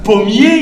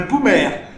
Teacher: C'est pas un pommier, IER, un poumaire. C'est-à-dire le I est disparu. · Shown in: second take · C'est-à-dire qu'il y a eu une évolution phonétique différente.